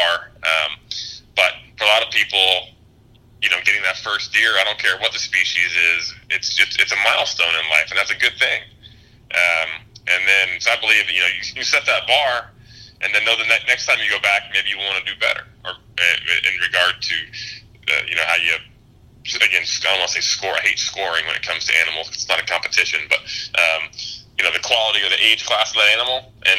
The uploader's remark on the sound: Hopped on the phone with us to talk Muleys!